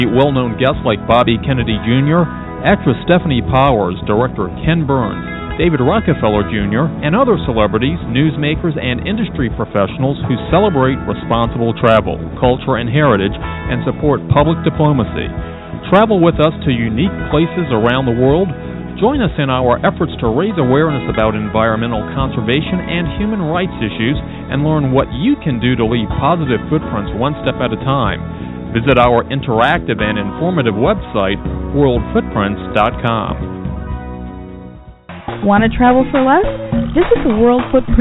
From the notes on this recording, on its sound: World Footprints returns to New Orleans for our signature broadcast from Jackson Square for French Quarter Festival!